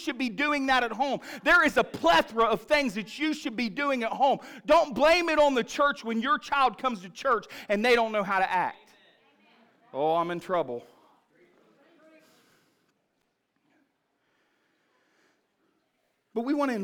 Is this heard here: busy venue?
no